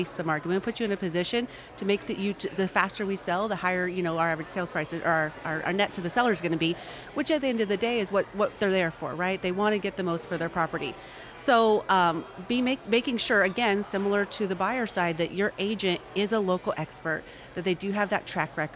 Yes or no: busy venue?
yes